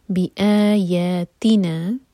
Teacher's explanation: حمزہ پر cut off sound, آ اور یا دونوں برابر دو حرکہ لمبا، بی آیاتنا، تی پر زور دیں گے.